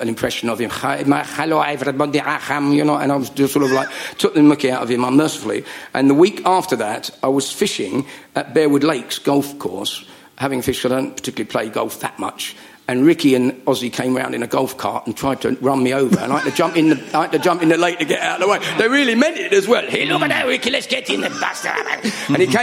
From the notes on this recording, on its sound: Recorded at our private #SpursShowLIVE exclusively for Spurs Show Season Ticket Holders. We’re giving it to you in full length, unedited fashion. The live audience for this live podcast.